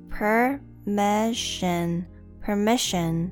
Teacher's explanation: The E and PR is a schwa sound, a uh, per, per.